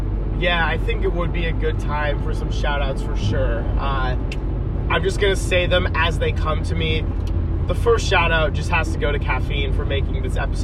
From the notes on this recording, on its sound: Decided to record an unscripted podcast on their way back from Los Angeles, CA. The brother's have a lot to talk about in the car.